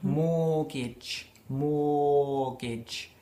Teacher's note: Y no se pronuncia la T.